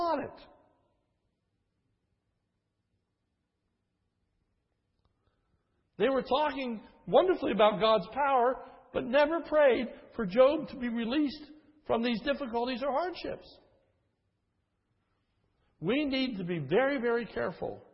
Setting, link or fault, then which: setting, large echoing room